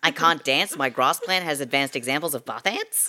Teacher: the high-rising terminal or upward inflection, the way that we sound like we're asking questions all the time